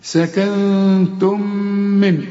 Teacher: سكنتم نون بعدها التاء، والتاء من حروف الإخفاء، هنا محتاجة غنة